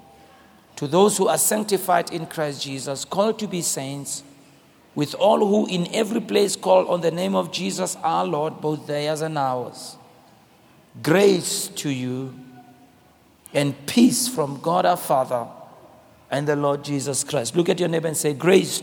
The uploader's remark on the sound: preached at the Crossover Service, on the 31st of December, 2023